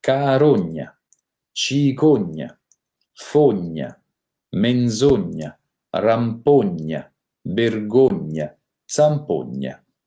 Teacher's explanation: nei nomi in ogna, ogno, la O è sempre chiusa